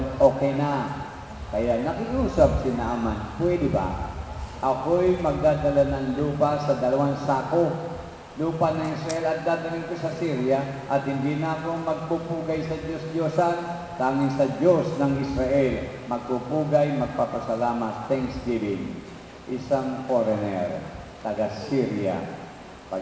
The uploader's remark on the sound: Recorded at Our Lady Queen of Peace Parish, Bacoor, Cavite, Philippines October 10, 2010 during the 9:00 am Holy Mass.